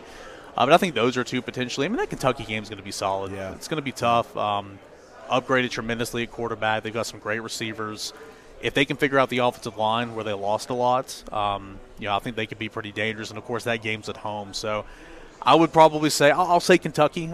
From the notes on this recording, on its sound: joined us live from 2023 SEC Media Days in Nashville Tennessee!